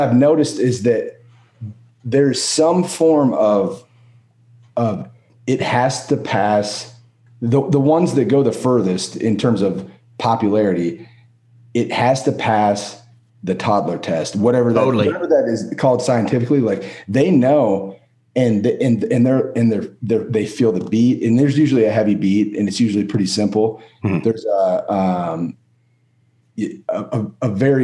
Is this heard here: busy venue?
no